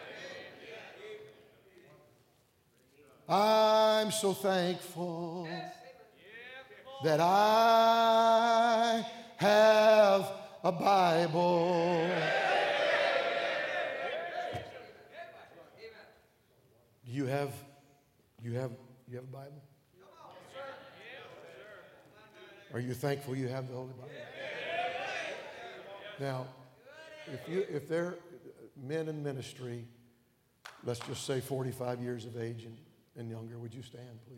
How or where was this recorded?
large echoing room